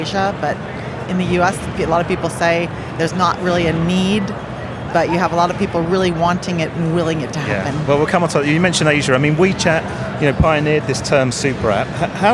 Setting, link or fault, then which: setting, busy venue